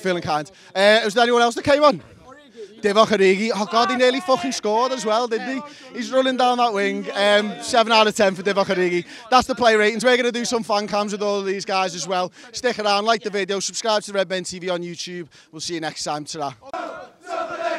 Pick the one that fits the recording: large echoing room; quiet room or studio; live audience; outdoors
outdoors